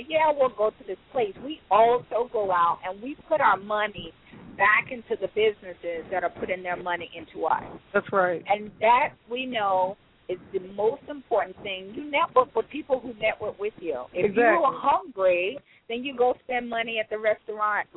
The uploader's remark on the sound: LouddMouth Radio Live at Tooloopeas Savory Southern Cuisine. Is broadcasting live at the Grand Opening of Tooloopeas Savory Southern Cuisine in Stockbridge, Ga. On this episode we speak live with visiting guest & entertainers on location at Tooloopeas 282 East Atlanta Rd. Stockbridge, Ga 30281.